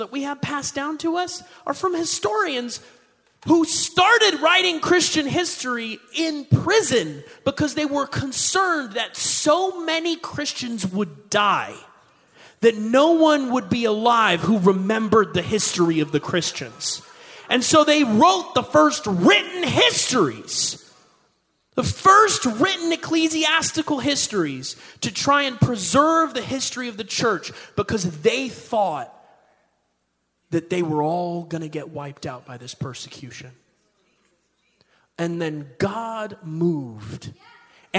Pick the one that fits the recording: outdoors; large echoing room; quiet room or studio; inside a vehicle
large echoing room